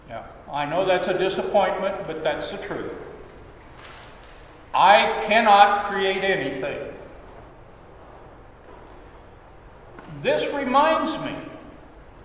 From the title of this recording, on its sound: Sermon at Holy Trinity Anglican Church